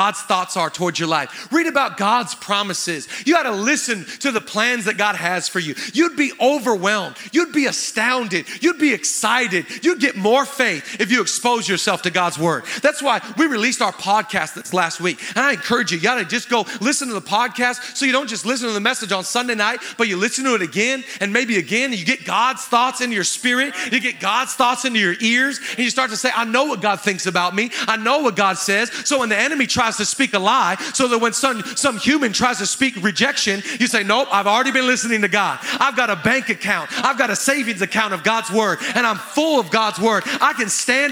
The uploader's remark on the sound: live from the Avalon Theater in Los Angele California